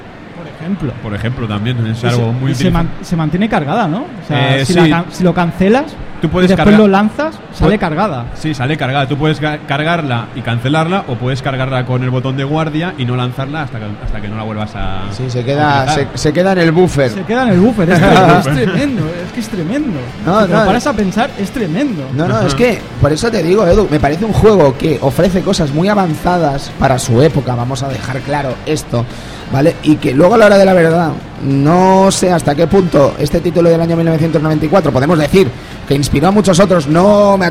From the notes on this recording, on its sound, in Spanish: Programa grabado en directo desde el salon del manga de Barcelona.